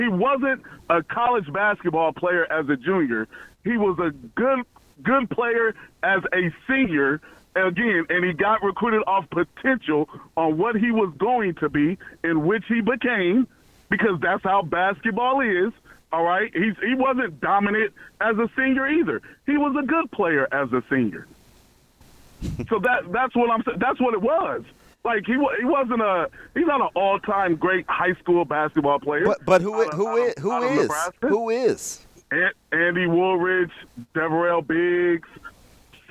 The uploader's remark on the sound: take a phone call